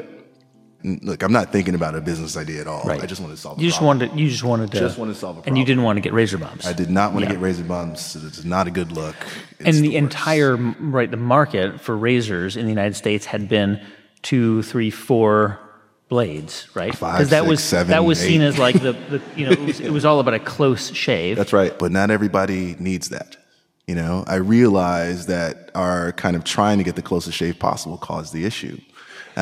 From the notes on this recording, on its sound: Live Episode!